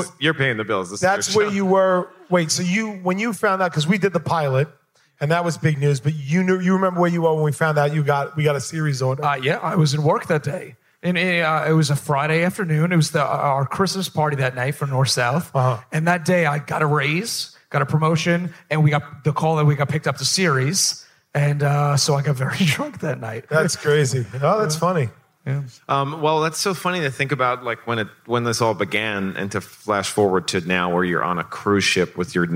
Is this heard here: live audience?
yes